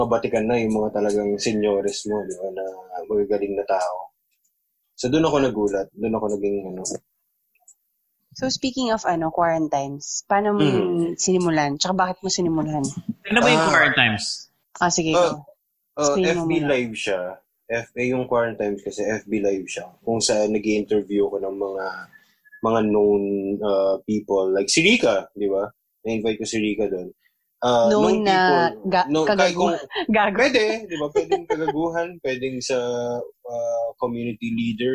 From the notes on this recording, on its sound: We sit down (virtually of course). We're still working on getting our audio crystal clear in this new normal internet interview so please forgive us if sometimes our audio isn't as clear as you're used to on our regular mixes.